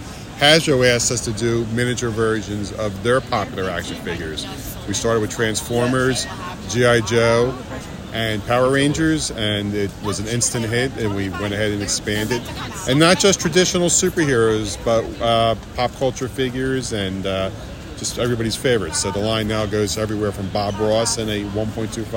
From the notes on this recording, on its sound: Roaming the San Diego Convention Floor, taking in the sights and sounds of SDCC 2023. The Convention Collective is attending San Diego Comic-Con officially this year as press.